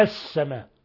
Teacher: اللام لام شمسية لأنها أضغمت في السين